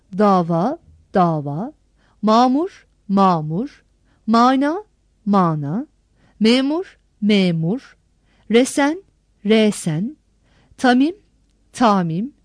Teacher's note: Arapçadan alınmış bazı kelimelerde gırtlak ünsüzü hecenin sonunda yer almaktadır. Bu tür kelimelerde gırtlak ünsüzü Türkçe söyleyişten tamamen kalkmakta ve kendisinden önceki ünlünün uzamasına yol açmaktadır.